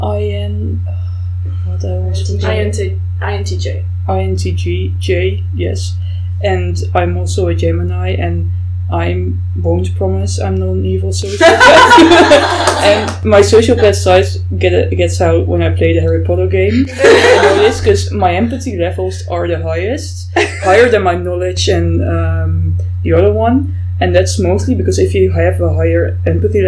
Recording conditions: poor sound quality